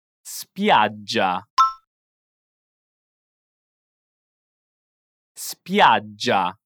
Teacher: Attenzione alla pronuncia della parola spiaggia. Dobbiamo pronunciare una G morbida ma doppia.